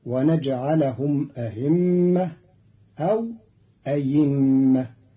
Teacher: قرأ قالون كلمة أئمة بتسهيل الهمزة بين وإبدالها ياء فتصير ونجعلهم أئمة أو أئمة.